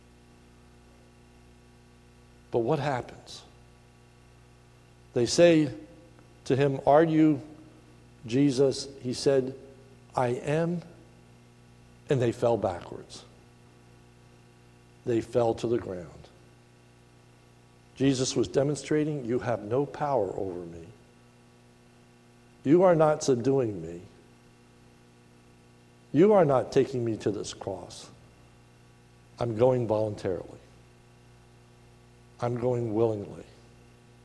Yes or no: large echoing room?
yes